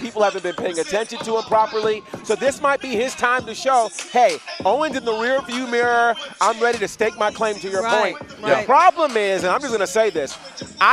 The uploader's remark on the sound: bringing us the LIVE SHW57 Pre-Show from The Action Building in Canton, Georgia!